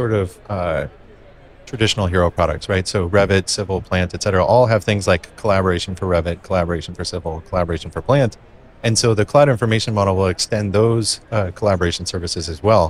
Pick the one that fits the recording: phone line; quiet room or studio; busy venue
busy venue